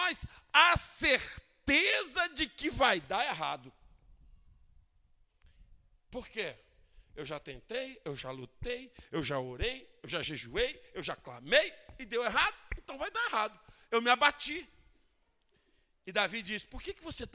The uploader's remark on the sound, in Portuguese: Culto de quarta-feira - 27/11/2019 - Ao Vivo na Casa de Louvor